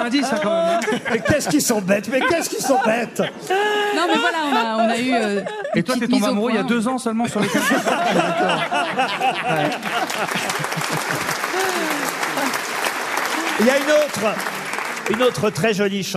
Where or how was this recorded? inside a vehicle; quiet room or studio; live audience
live audience